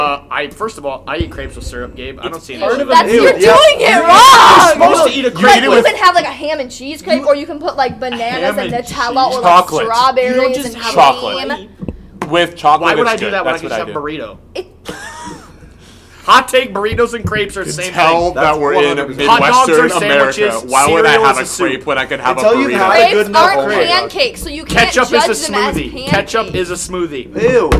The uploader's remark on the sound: Recorded by the pool table a little too late